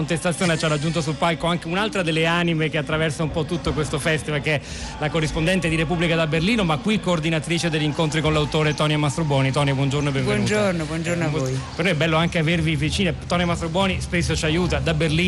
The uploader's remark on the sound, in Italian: diretta dal Festival dell&#39;Economia di Trento